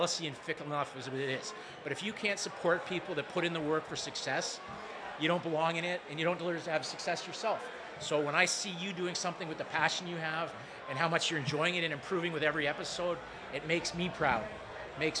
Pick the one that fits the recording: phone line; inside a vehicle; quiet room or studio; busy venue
busy venue